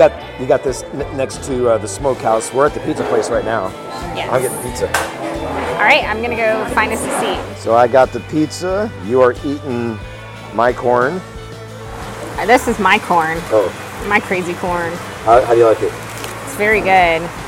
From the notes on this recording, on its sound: Silver Dollar City Bluegrass Festival OPENING DAY! We take you on a tour through opening day of the Bluegrass and BBQ Festival as we sample some amazing food with the tasting passport.